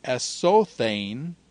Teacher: Sodzo becomes esothane, and the zeta drops right out, sibilant drops right out.